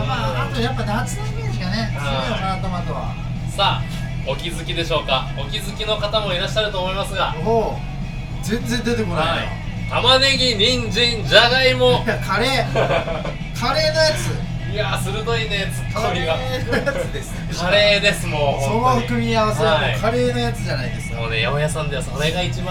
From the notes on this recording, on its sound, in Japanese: ラジオ収録しながら、同時にピザトーストを売ってます。